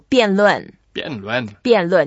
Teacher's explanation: That's the fourth tone. So both are fourth tones. We can go down a bit. And when you go down, you sound like you're a bit angry.